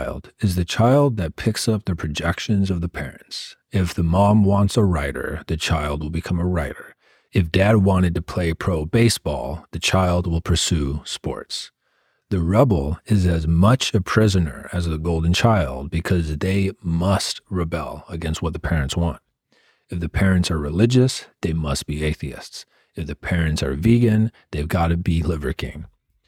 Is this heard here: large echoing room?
no